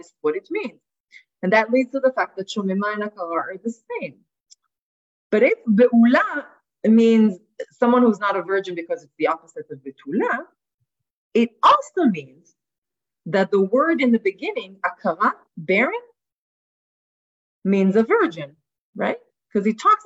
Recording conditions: video call